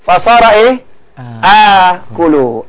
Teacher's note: A-nya panjang kerana sudah tukar dengan alif sebagai tanda mat.